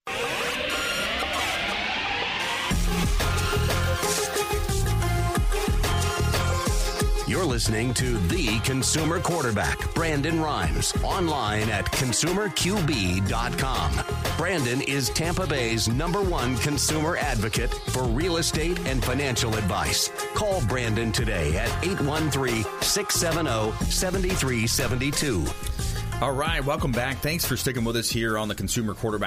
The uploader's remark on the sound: calls from the Bilmar Beach Resort